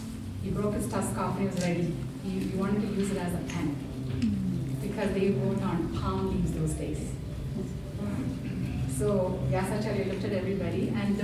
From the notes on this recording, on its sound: Captivated a roomful of attendees. I recorded this on the fly — so my apologies if the sound isn’t the best.